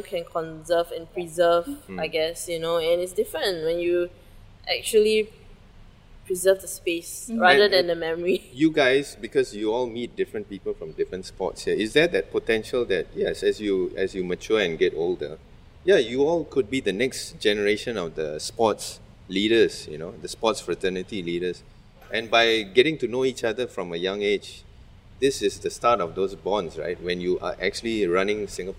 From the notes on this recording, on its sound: in this recording at Farrer Park itself